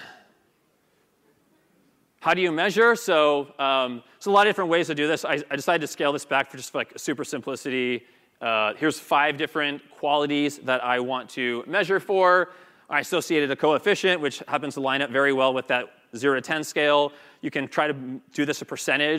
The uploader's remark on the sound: Pulled from his speech at The Sales Development Conference at the Ritz-Carlton San Francisco in 2018